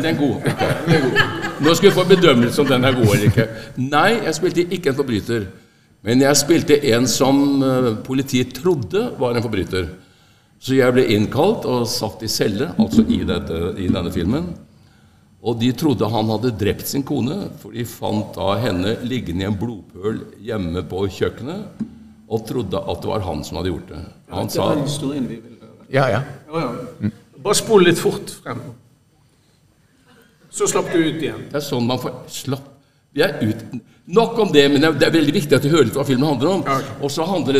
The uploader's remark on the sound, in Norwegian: Hvite Menn som pusher 80 gjør live opptak oå Maihaugenkonferansen.